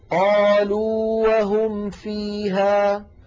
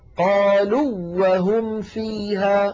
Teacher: قالوا آخرها واو مدية، وهم أولها واو متحركة، أيضا هنا لا ندغم · Shown in: first take